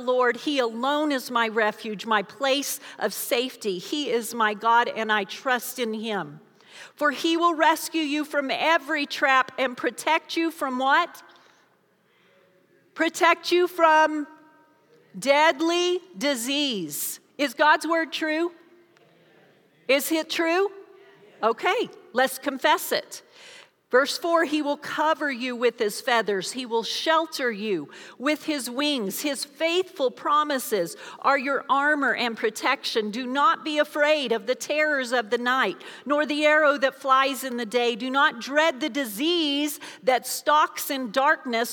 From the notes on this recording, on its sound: Recorded live during our Wednesday night service